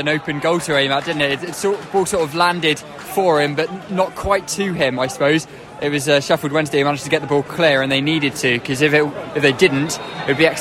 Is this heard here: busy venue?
yes